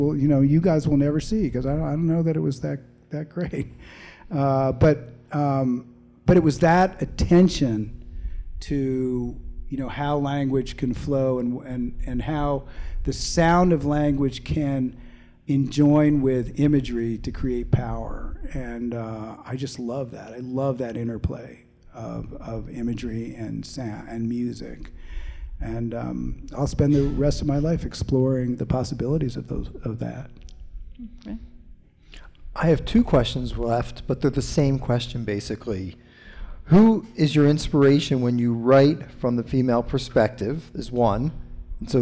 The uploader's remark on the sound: answers questions from the audience at the Boulder Bookstore on August 17